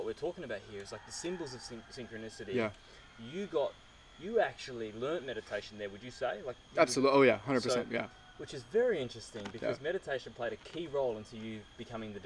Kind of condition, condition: fault, sounds in the background